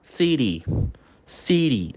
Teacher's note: City, no inglês britânico, Reino Unido, eles falam city. Mas o americano usa o flap, tá? Então ele vai falar city.